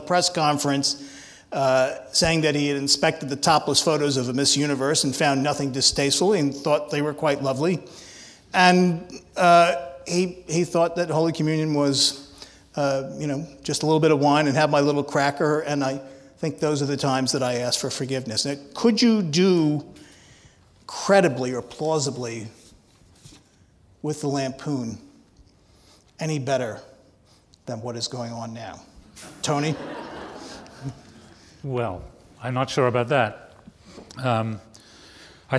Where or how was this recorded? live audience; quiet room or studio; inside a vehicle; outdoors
live audience